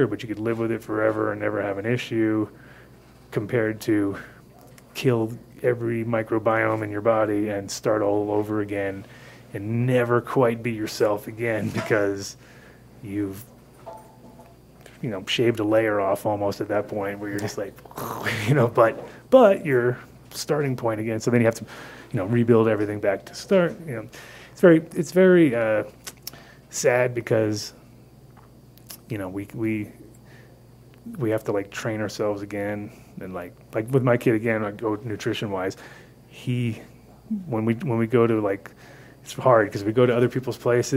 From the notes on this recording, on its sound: Live From The Coffee Joint.